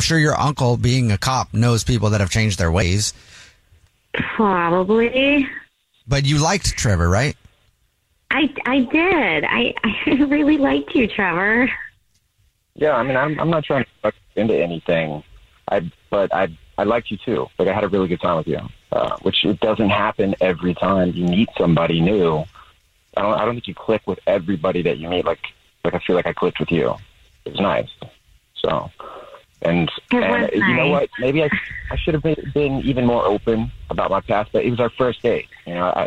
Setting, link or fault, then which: link, phone line